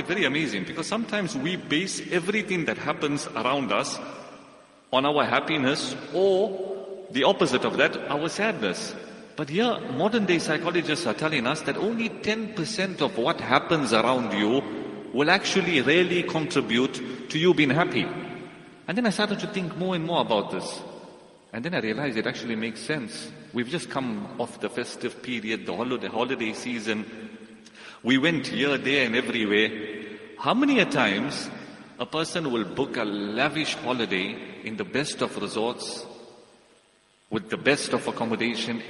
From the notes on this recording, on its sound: Jumuah lecture